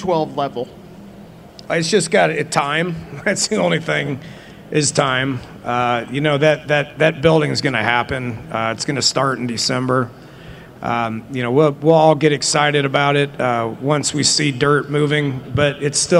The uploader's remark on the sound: press conference at Big 12 Football Media Days